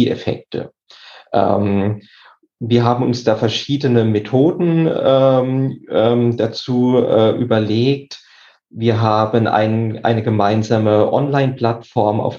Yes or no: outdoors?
no